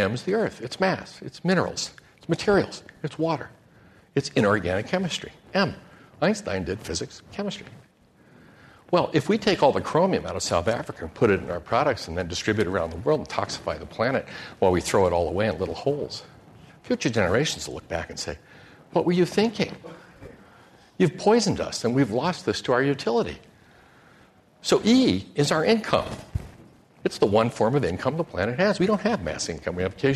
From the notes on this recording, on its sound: This program was recorded in front of a live audience at The Commonwealth Club in San Francisco on September 7, 2010